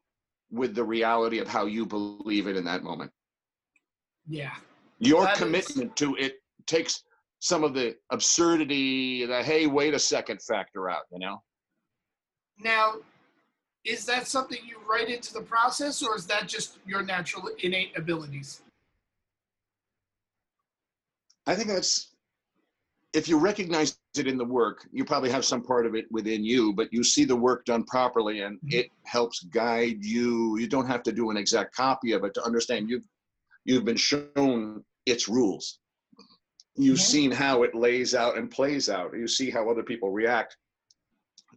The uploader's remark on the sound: He dropped into the Zoom room